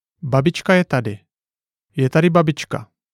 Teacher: As for statements, when you are making a statement, the intonation naturally goes down. Only when you're emphasizing a word within a sentence does your voice rise up a little to place stress on that particular word.